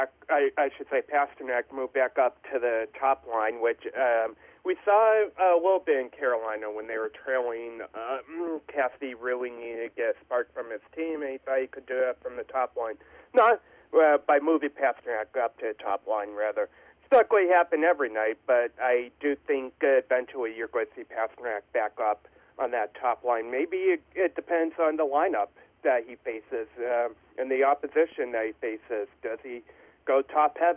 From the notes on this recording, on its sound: Joined on the phone. From the Spectrum Healthcare Partners Studios.